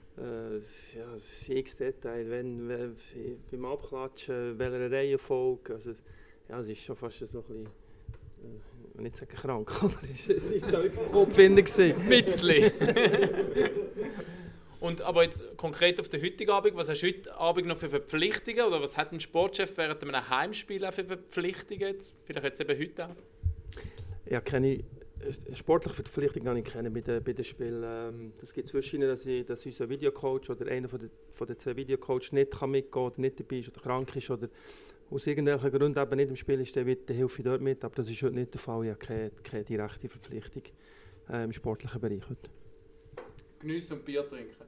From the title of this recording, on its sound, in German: Live aus dem Fanlokal «Seeschwalbe»